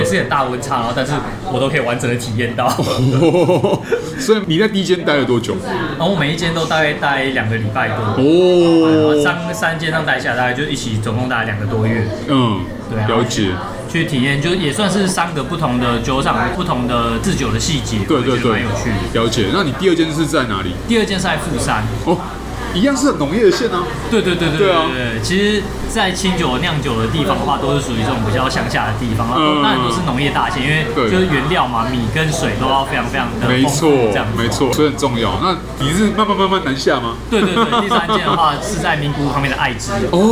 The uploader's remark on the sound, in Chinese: 本集白噪音指數：暴風級 5/5。儘管在某個初春的週末夜裡，【SAKEMARU Bar】內高朋滿座，熱鬧歡樂之際又極度充實了本集背景的白噪音。錄音地點： SAKEMARU Bar - 瑞安店。